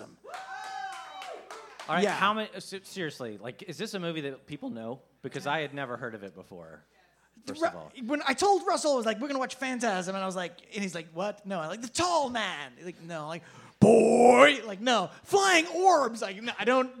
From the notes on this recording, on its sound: Phantasm LIVE at Fantastic Fest 2019. LIVE onstage at the Highball during Fantastic Fest 2019.